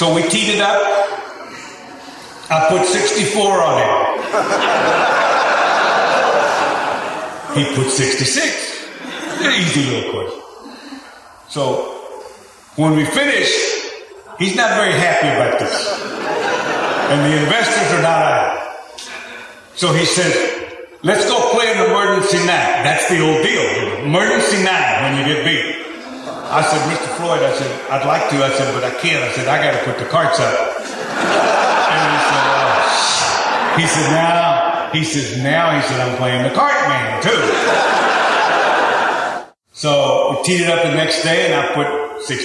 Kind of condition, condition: setting, live audience